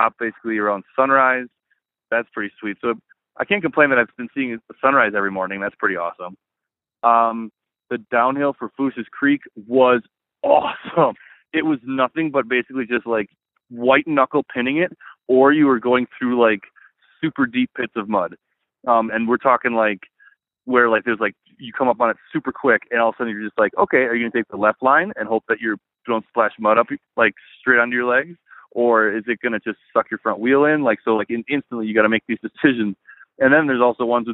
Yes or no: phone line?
yes